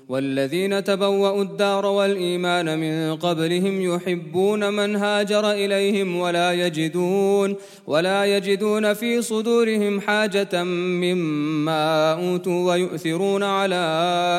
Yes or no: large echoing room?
yes